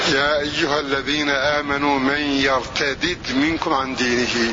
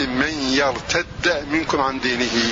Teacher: بفك الإضغام بدالين، الأولى محركة بالكسر والثانية ساكنة · Shown in: first take